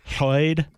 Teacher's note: And then LL, like we begin with Lloyd, is a distinct lateral sound created by placing the tongue behind the top teeth and blowing air out the sides